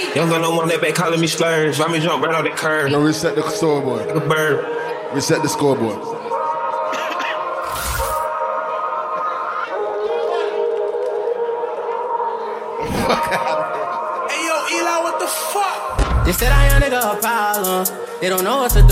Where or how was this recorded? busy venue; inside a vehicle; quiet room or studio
busy venue